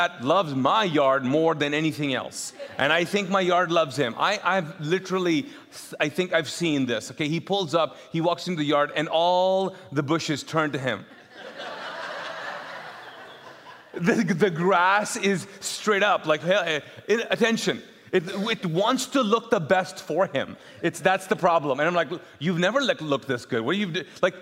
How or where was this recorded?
large echoing room